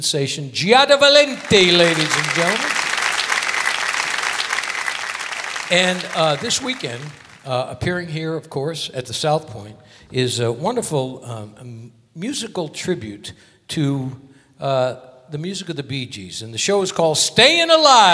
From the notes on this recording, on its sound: Live at the SouthPoint Casino